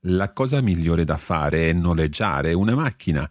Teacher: The fare and è run together.